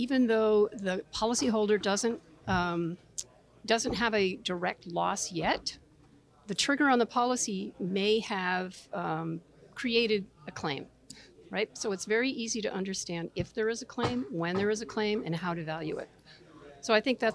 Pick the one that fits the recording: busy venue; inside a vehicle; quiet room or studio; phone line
busy venue